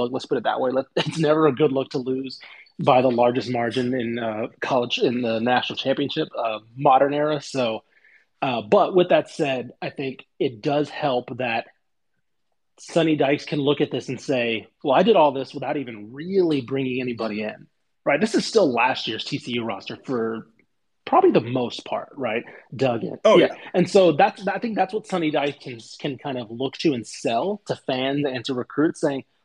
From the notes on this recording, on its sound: This episode was recorded via Twitter Spaces.